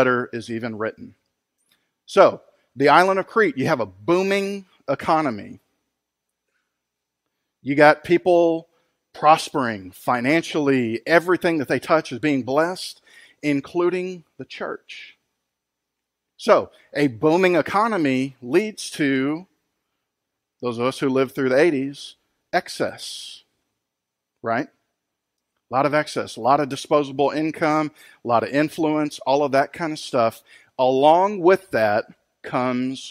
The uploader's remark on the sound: Recorded live at Freedom Fellowship church in Tontitown, Arkansas on Sunday, October 11, 2020.